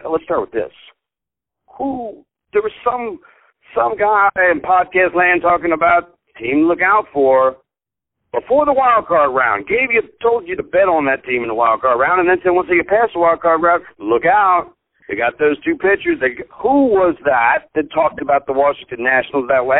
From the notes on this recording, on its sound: Live from Bally's in Atlantic City. Joins us live from Atlantic City over the phone (we apologize for the audio quality in advance).